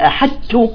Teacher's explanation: تظهر الطاء من غير قلقلة، ها انتبهوا الإطباق، ثم تنزل بنزول سهل جميل إلى التاء وتخرج التاء